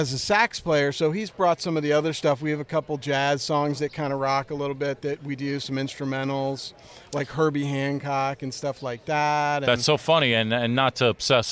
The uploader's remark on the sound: SummerFEST: Bands&Beer at Redding Beer Co. We are on location for SummerFEST: Bands and Beer! Redding Beer Co in Redding, Connecticut.